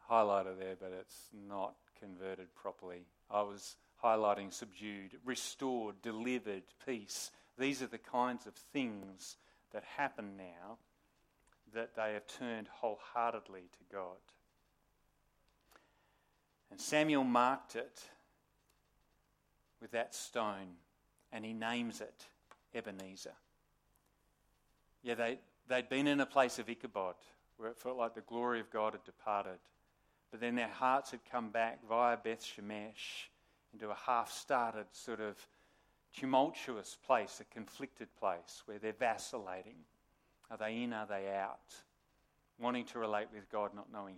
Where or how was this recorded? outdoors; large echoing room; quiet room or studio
large echoing room